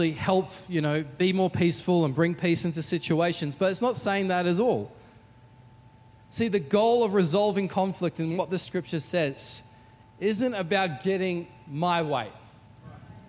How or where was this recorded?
large echoing room